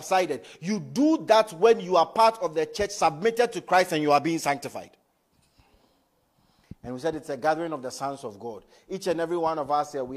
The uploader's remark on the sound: Message preached at ICGC Rehoboth Temple - Toronto